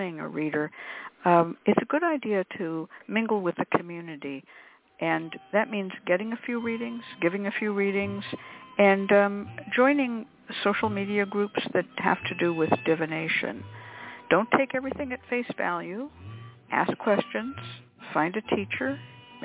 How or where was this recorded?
phone line